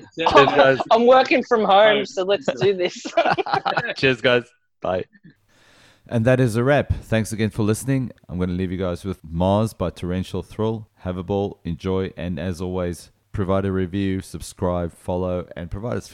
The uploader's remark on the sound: social distancing via ZOOM